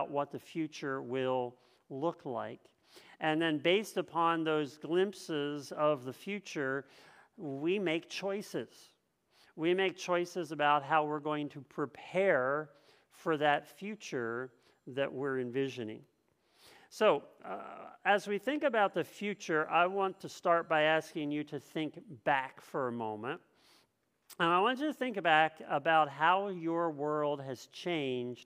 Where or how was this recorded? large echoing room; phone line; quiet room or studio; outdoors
large echoing room